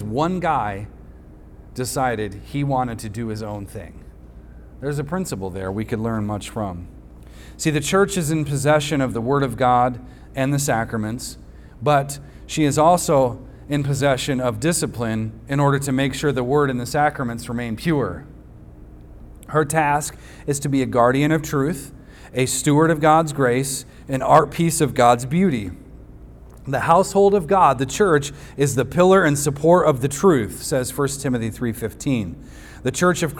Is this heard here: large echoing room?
yes